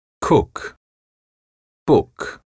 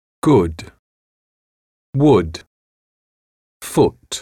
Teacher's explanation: Une voyelle plus brève, représentée par le symbole O. La bouche est plus ouverte. Ce son est souvent représenté par la graphie OO avant un K.